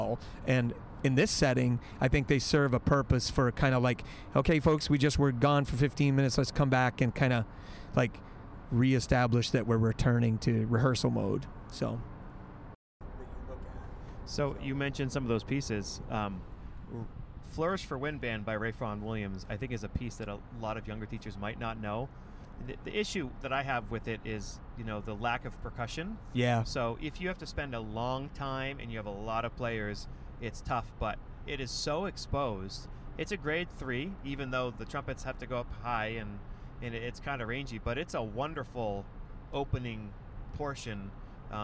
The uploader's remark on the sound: Two Band Directors in a Car. A great conversation from the car on the way to, and from and honors festival.